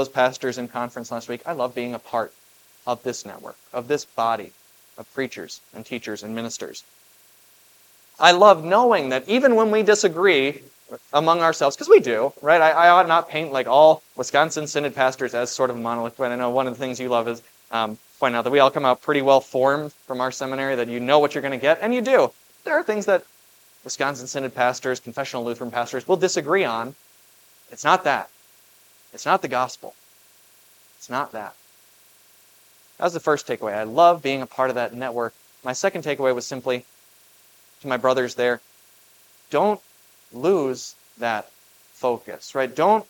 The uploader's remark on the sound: was preached at Grace of God Lutheran on October 15, 2023